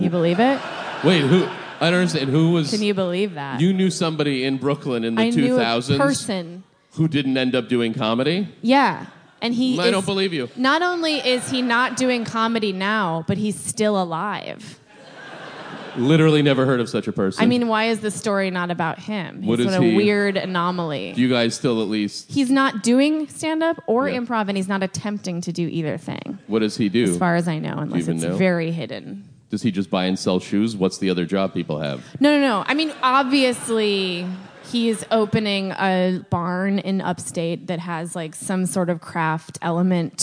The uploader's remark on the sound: SF Sketchfest 2017. The adulation of the crowd in this special live episode of Hold On!